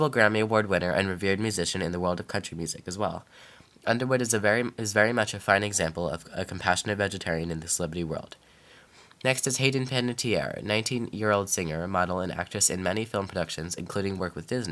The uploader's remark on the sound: Sorry again for the annoying buzzing noise.